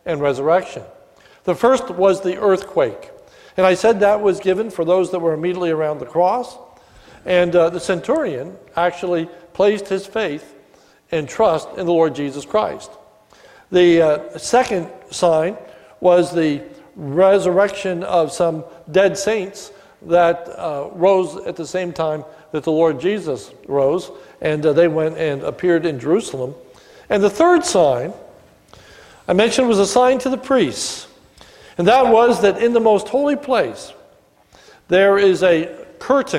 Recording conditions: large echoing room